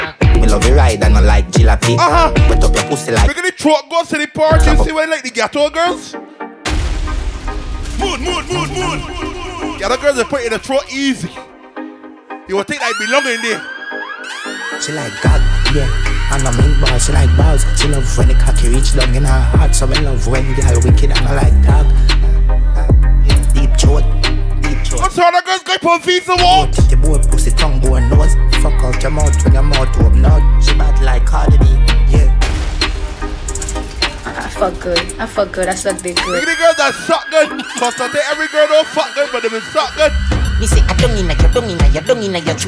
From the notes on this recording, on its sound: LIVE AUDIO LEVEL UP FRIDAYS - POWERED BY MADDD & BADDD LIQUIDO COCKTAIL BAR, WATER STREET BARBADOS